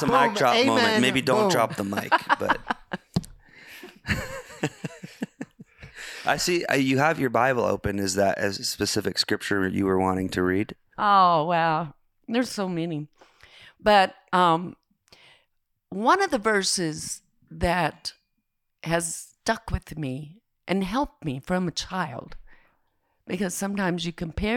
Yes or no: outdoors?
no